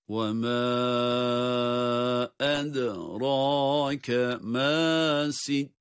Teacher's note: Sondaki nunun gunnesini unutmuyoruz